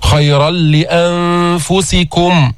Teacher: لام بعد التنوين، يعني بعد النون الساكنة، يعني إدغام كامل